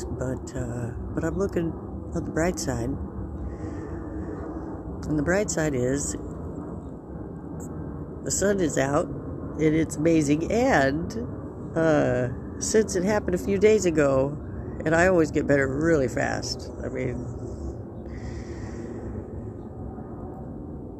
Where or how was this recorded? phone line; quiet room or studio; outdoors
outdoors